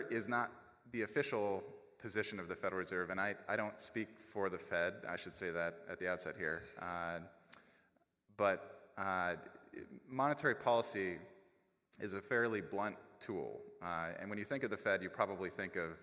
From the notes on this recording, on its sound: A recording of the September 2017 plenary lecture. During the annual Chronic Disease Academy.